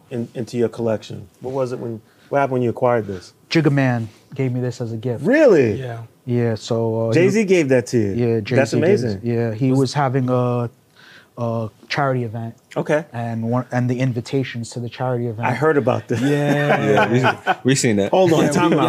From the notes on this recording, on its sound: Shot on location at Sotheby's Auction House during the exhibition opening for their annual Fine Watches Luxury Edit.